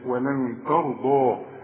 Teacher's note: الضاد هي مفخمة والراء كمان مفخمة